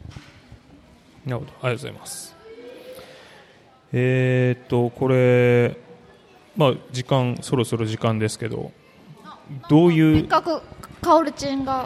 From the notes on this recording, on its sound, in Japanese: 楽しく公開収録。鳥取県倉吉市発。